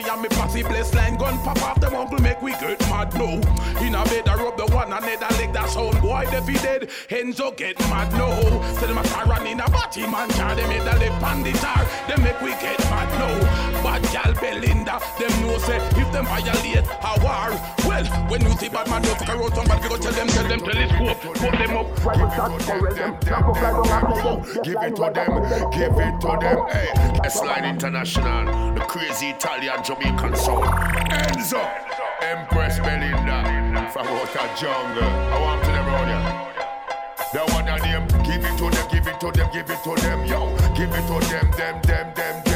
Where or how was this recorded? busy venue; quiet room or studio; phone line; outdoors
busy venue